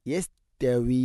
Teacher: തഇനെ കനപ്പിച്ച് ഉച്ചരിക്കരുത്, ലൈറ്റായിട്ട് ഉച്ചരിക്കണം